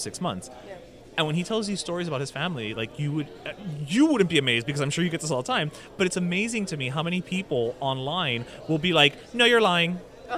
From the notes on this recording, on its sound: we recorded at Beat Culture during Heat playoffs